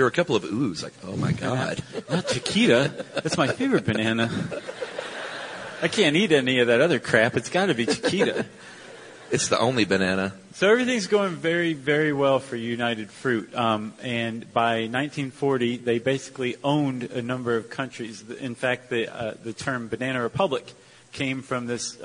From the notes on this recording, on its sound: Live in Chicago. This fascinating live episode.